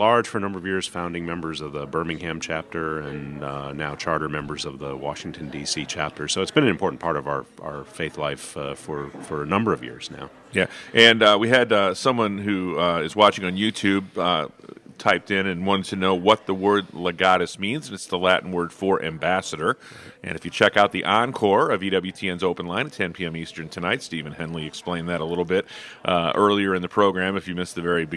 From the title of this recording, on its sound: Live from Legatus Summit East 2022